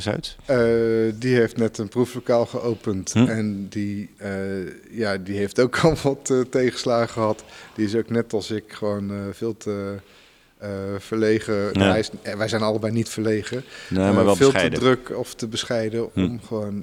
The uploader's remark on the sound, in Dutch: Live opgenomen in de brouwerij van Ramses. Ramses Bier in Wagenberg/Hooge Zwaluwe.